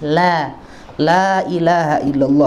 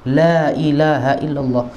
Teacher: lam dalam ini ya kaidah tajwid itu selalu dibaca muraqqaqah atau tipis · Shown in: first take